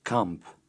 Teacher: the Albanian letter K is less forcefully pronounced than the English K